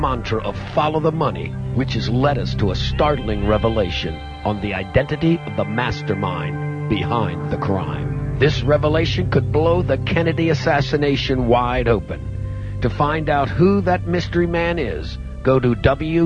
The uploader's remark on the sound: We take phone calls